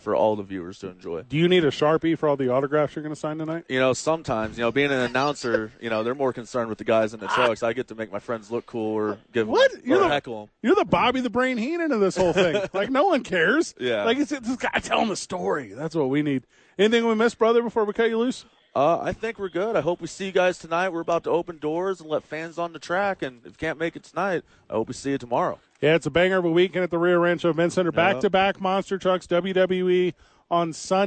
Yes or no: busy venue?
yes